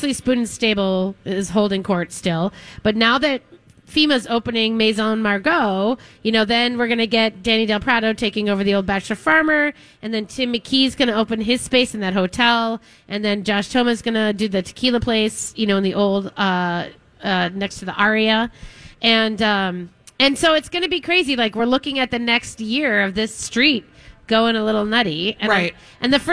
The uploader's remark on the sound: continue their live broadcast from Potluck in the Rosedale Mall